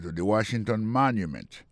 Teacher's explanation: on voit que le mot Washington, l'accent tombé sur le premier syllabe